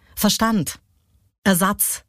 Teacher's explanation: ist es wichtig, die Betonung auf die zweite Silbe zu legen